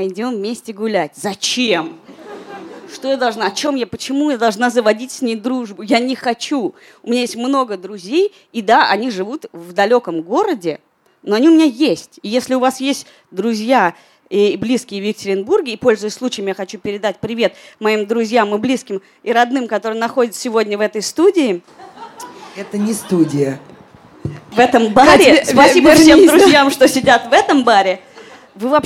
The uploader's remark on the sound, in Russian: Выпуск, записанный в баре. Он записан перед живой аудиторией в московском баре Noor.